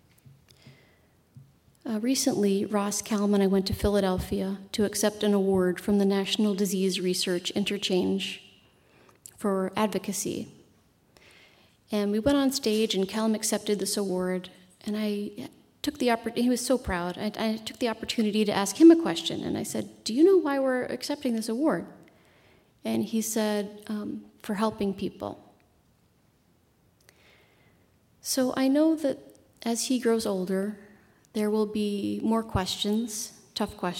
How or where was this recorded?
live audience